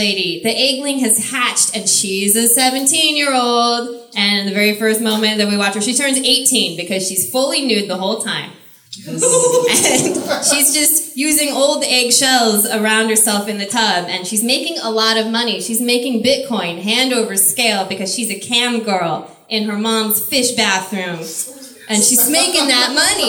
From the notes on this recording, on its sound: This month's star-studded spectacular recording comes to you live from Kickstand Comedy Space in Portland, OR!